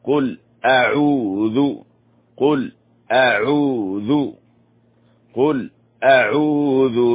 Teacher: الهمزة هنا همزة قطع لابد أن تظهر